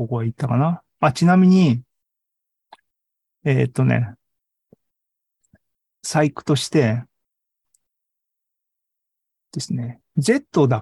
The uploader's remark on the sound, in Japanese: ２０２２年１１月３０日に開催した ZOOMライブの模様です。